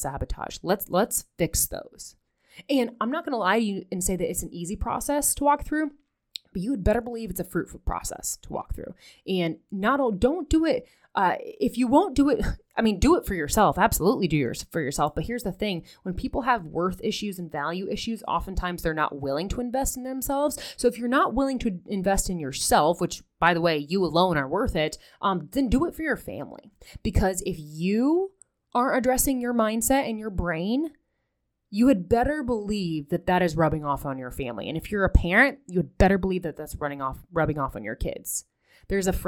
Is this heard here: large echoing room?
no